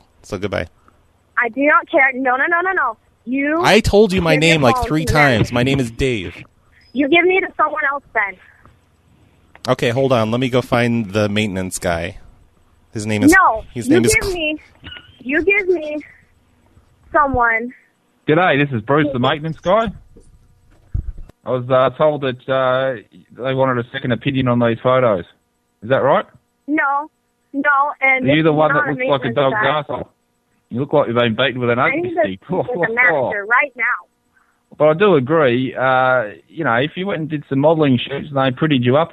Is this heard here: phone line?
yes